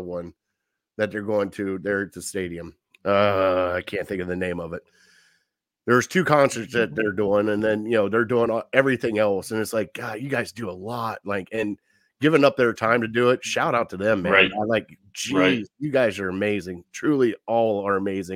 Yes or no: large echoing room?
no